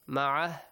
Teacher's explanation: If you stop. You ignore the waw. And also the dhamma on the top of ha will be omitted.